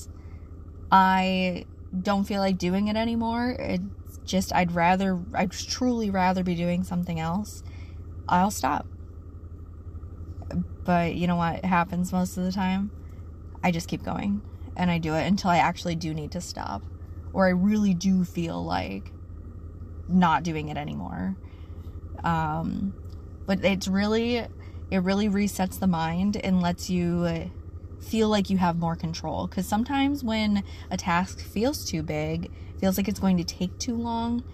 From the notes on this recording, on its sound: I'm on the road today...so I'm recording from my car